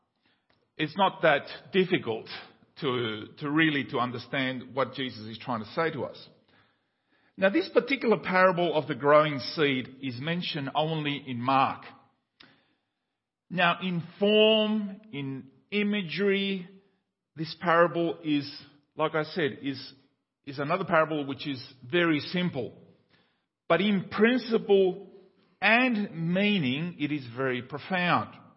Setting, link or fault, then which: setting, large echoing room